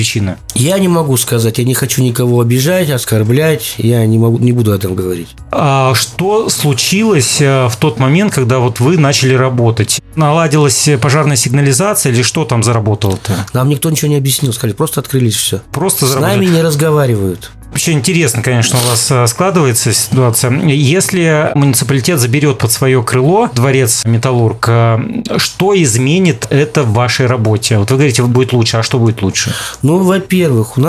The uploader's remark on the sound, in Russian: Поговорить об этом в подкаст пришли худруки творческих студий «Вдохновение» и «Наваим». На связи по телефону — экс-директор дворца.